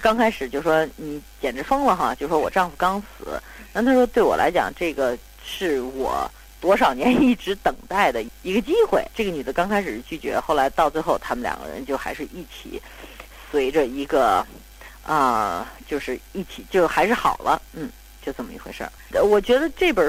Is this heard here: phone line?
yes